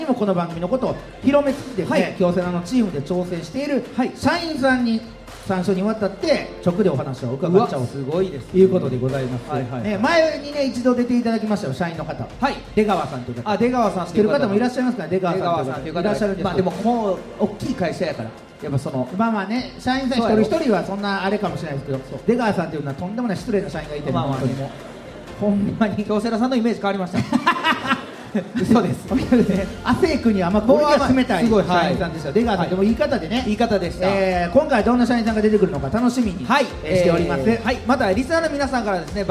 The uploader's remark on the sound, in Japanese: 京セラ本社に来ちゃいましたスペシャル』京セラで出張公開収録やりました！